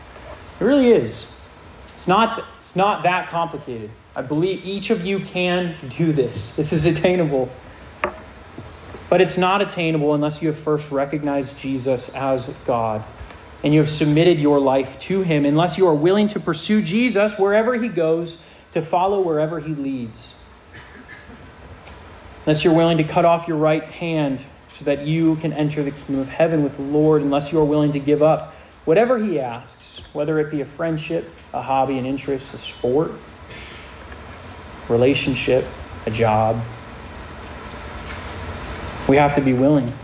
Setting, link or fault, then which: setting, live audience